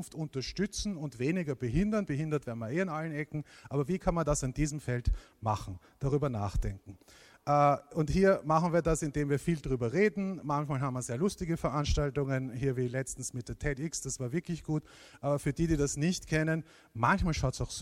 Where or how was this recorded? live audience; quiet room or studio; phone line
live audience